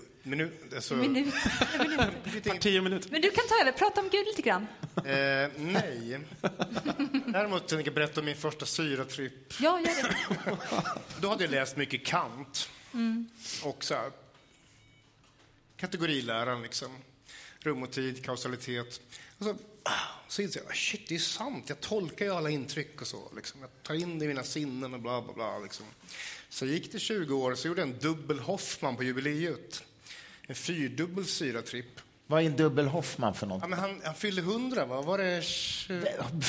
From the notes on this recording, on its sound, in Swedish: Livepodd från Cirkus 13 april. Idag släpper vi vår live-podd från Cirkus om psykedeliska.